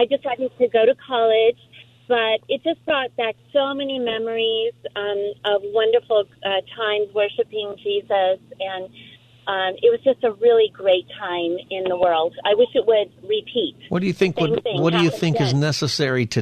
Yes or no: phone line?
yes